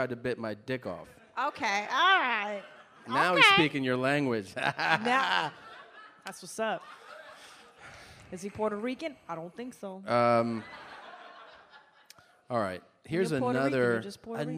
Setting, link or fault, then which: setting, live audience